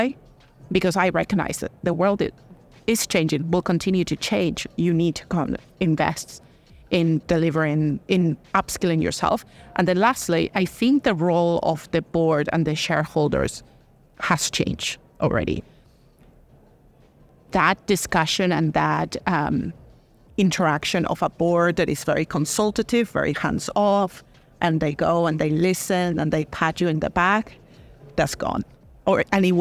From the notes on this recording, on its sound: Recorded at Money20/20 USA. In this special episode of In Check with Fintech, recorded at Money20/20 USA.